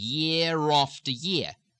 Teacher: the R comes back in because of the after